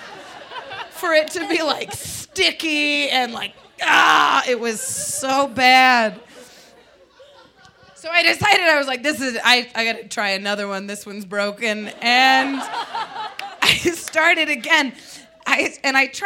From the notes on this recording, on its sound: A true storytelling show where folks share their greatest shames. Recorded live on 20 June 2018 at Buntport Theater in Denver, Colorado.